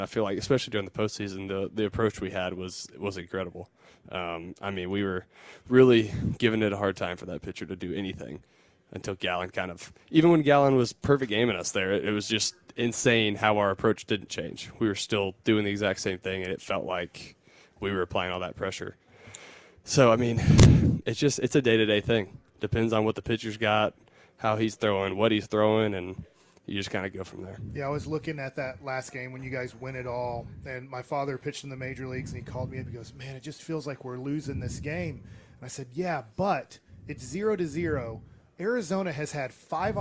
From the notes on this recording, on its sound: Joined the K&C Masterpiece live from spring training in Surprise.